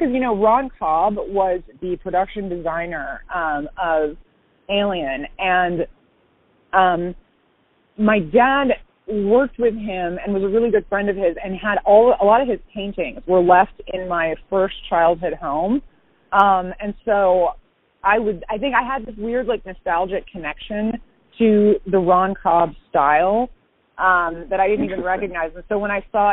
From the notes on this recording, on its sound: Part of this, necessarily, means that I skipped the desktop computer and microphone for the couch and the phone. I had a feeling it would change the ambiance and energy of the chat—making it more intimate, and removing as much of the “podcast” artifice as possible. It sounds exactly like a phone call, because it is.